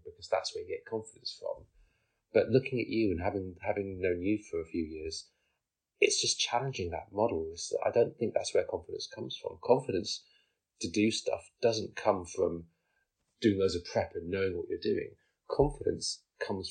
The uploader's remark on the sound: Apologies for the sound quality - we weren't quite ready but we started anyway!